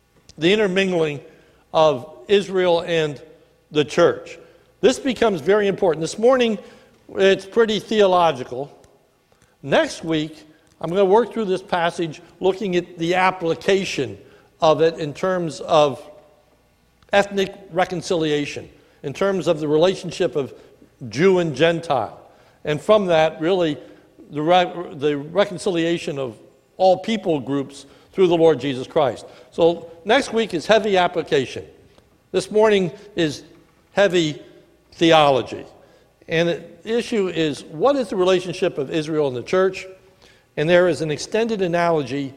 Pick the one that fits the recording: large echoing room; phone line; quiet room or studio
large echoing room